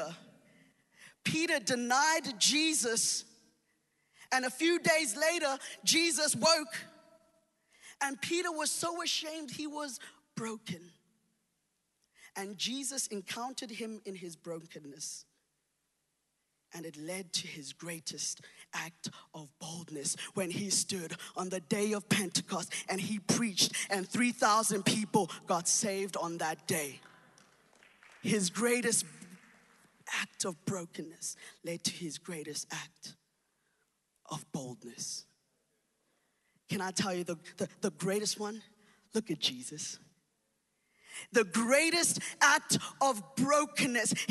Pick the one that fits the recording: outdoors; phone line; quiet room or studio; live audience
live audience